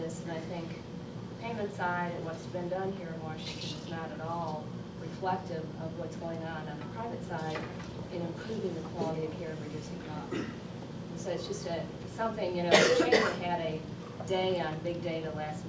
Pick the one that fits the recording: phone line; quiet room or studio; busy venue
busy venue